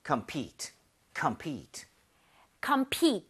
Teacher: Compete은 PE의 강세 하나만 찍어주실래요?